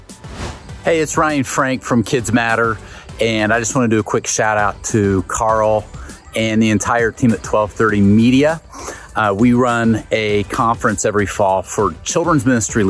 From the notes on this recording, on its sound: two interviews that we conducted while we were at Experience Conference in Orlando